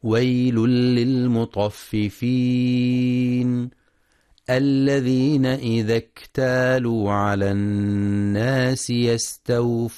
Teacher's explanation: ينتبه القارئ للإدغام الكامل بغير غنة في ويل للمطففين، وينتبه لشدة الكاف وهمسها في كلمة اكتالوا